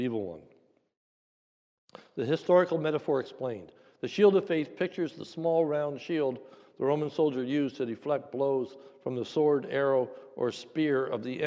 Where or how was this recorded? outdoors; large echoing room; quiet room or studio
large echoing room